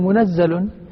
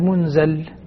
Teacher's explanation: ورش يقرأها بتخفيف الزاي منزل · Shown in: second take